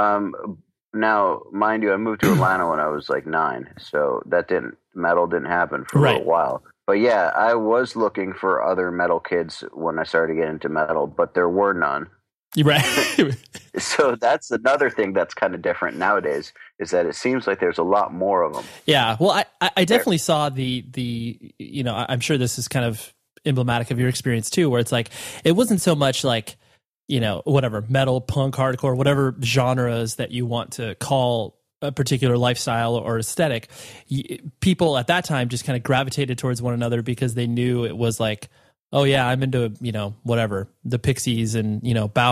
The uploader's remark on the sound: One afternoon I hopped on the phone with an old friend.